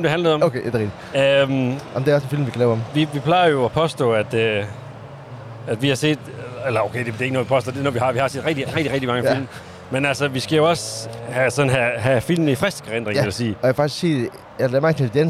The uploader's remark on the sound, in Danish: Denne gang på en larmende rasteplads. Afsnittet er nemlig optaget på vej til Tour de France.